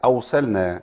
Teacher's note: ارسلنا كتير بيبدل الراء بواو، يقول لك اوصلنا.